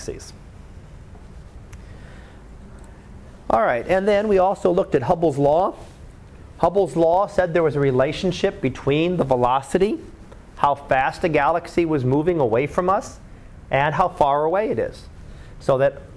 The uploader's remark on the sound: Live Class Lecture